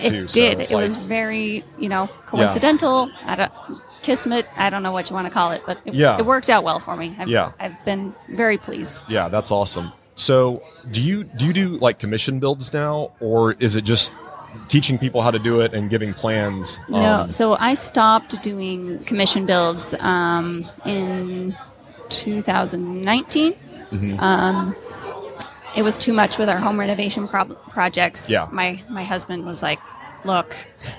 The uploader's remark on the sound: LIVE from HAVEN 2022